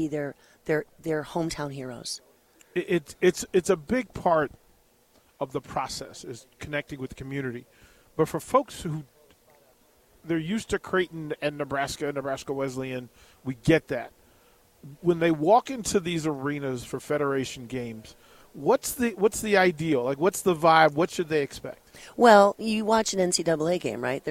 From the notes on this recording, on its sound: LIVE at CHI Health Center